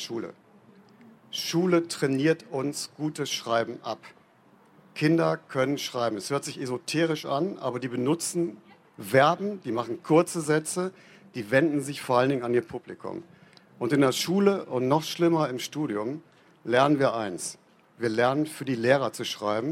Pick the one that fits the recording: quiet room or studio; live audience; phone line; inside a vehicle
live audience